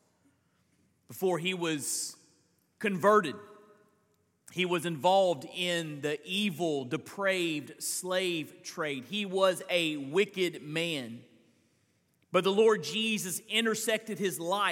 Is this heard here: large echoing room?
yes